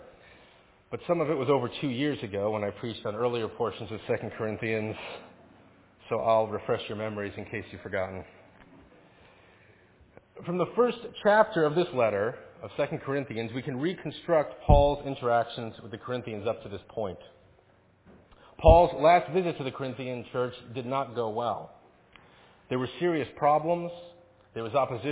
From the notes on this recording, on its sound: Faith Presbyterian Church – Evening Service